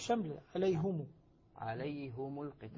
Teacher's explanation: وفي الوصل كسر الهاء بالضم شملل حمزة والكسائي يقرأها بالضم